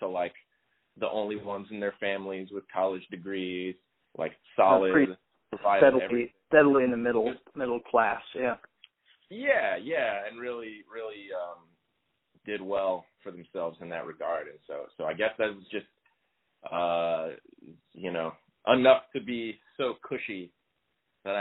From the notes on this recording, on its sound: I used a piece of technology that's new to me which is a telephone call recorder, so the quality's a little lower than usual (a few hiccups especially in the second half) and it ends abruptly. The trade off is that I can broaden the scope of the podcast to outside just the area where I live.